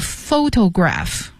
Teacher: photograph 重音在第一个音节 fo 上面